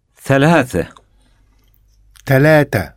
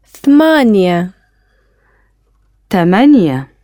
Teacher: the Arabic letter th is often pronounced t. Listen to the Arabic word for three pronounced in the two different ways.